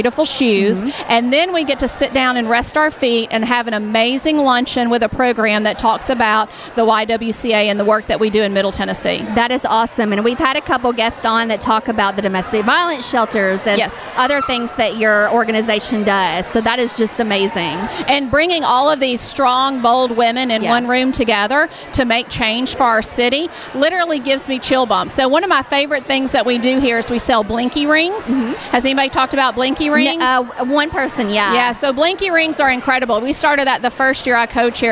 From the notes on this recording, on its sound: Live From The Wine, Women, And Shoes Event. Live coverage of the Wine, Women, & Shoes event in Nashville. Benefiting the YWCA.